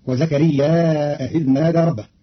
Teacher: قرأ قالون كلمتي وزكريا إذ نادى بزيادة همز منصوب بعد الألف في زكريا، فيصير مدا متصلة فيمده أربع حركات مع تسهيل همزة إذ بينها وبين الياء، فتصير الجملة وزكريا إذ نادى ربه، وهي كذلك في إحدى لغات العرب.